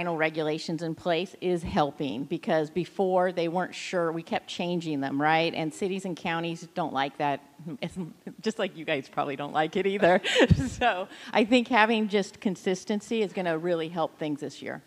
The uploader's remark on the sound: on-stage at the International Cannabis Business Conference in San Francisco this January